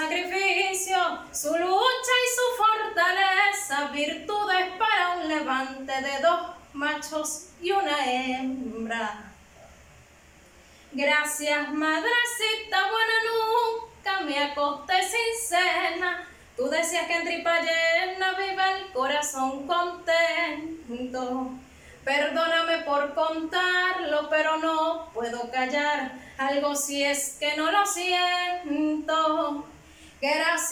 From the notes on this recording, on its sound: we recorded and took the picture with an Alcatel 1.